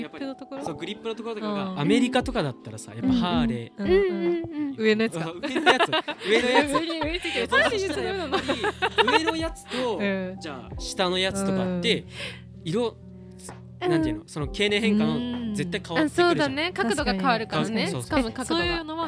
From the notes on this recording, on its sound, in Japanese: 生地を扱うお店が90軒以上も集まる繊維街でのロケの様子と、日暮里・元映画館で収録したトークをお届けします。ロケ地 元映画館、ZAKZAK、E&SON FABRIC。